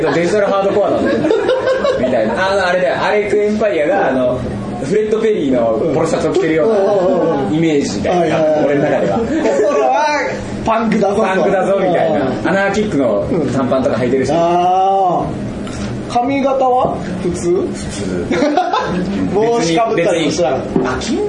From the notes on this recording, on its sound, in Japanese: ポッドキャスト1周年を記念して開催された公開録音第1部。おなじみのゲストがカラオケ大熱唱！